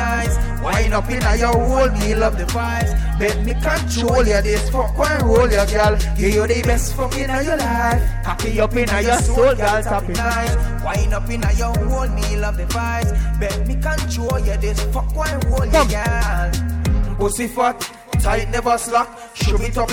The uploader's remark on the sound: LIVE AT ISLAND SATURDAYS